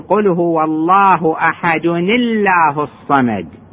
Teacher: لأن أحد هذا تنوين، هذه نون ساكنة، وجاءت بعدها همزة اسم الجلالة الله، قل هو الله أحد الله الصمد، وهذه الهمزة أساسا هي ساكنة لأن هذه أل التعريف، وأساسا همزة أل التعريف ساكنة إنما تفتح ليتوصل بها ليمكن النطق بها، فهنا التقت نون ساكنة مع ألف ساكنة حرك بالكسر